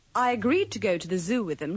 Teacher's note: In these sentences, remember to pronounce to with the schwa.